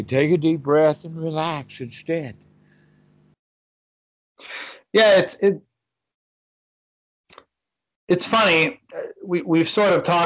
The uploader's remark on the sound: skype calls on this channel